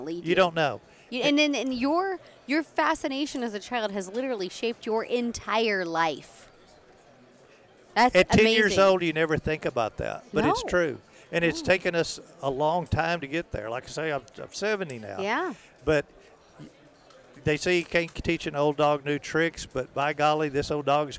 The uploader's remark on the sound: recorded at the NRA Show